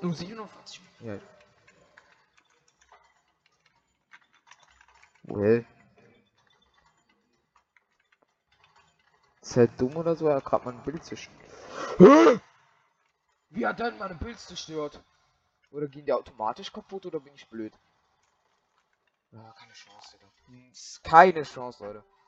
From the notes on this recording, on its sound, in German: Richtig schlechte Sound Qualität